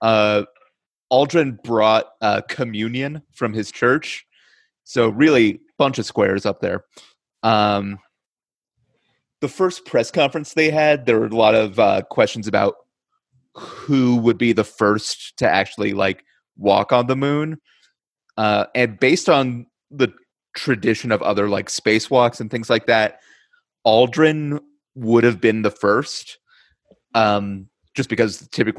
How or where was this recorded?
video call